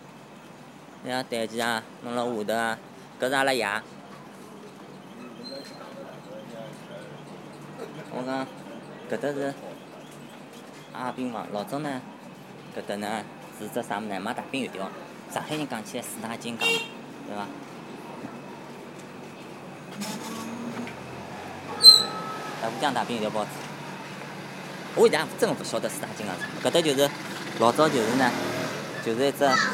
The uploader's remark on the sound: Soundwalk takes place at night. The dynamic of loud and quiet was amazing, some parts were spoken almost as a whisper to match the general ambience.